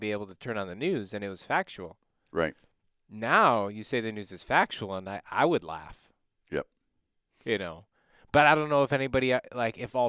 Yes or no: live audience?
no